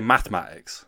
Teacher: Yeah, the E disappears for me. · Term: unstressed syllables